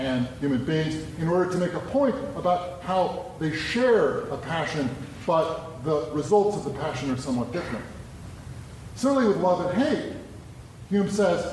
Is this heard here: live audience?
yes